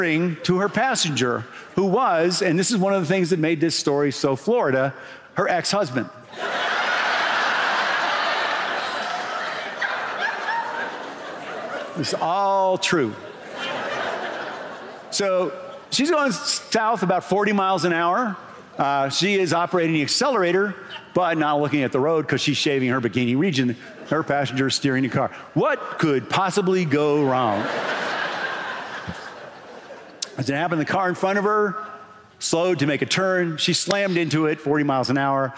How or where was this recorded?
busy venue